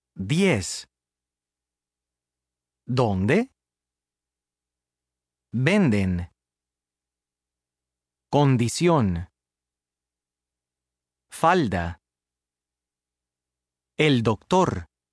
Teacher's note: Spanish D has two pronunciations. At the beginning of a phrase or sentence and after N or L, it is pronounced similarly to an English D, as in dog. D, that is, as a stop.